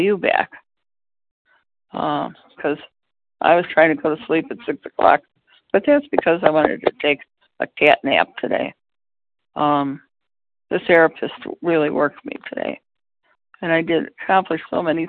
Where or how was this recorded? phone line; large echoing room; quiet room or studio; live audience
phone line